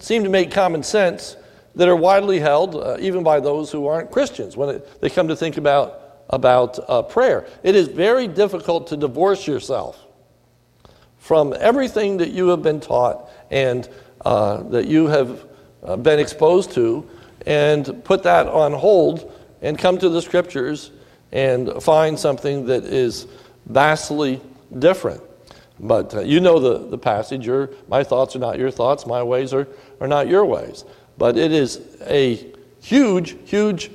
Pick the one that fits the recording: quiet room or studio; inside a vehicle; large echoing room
large echoing room